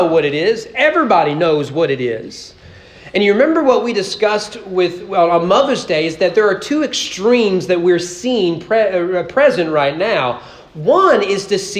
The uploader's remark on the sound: Sermon preached on June 18, 2023 during morning worship at East Frankfort Baptist Church as part of our Father's Day celebration.